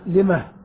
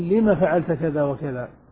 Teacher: ولمه وجوبا، إذا وقفت يجب أن تأتي بهاء السكت · Shown in: first take · تقول لمه، لكن لو وصلت لا تأتي بها، هاء السكت لا يؤتى بها في الوصل، تقول لما فعلت كذا وكذا.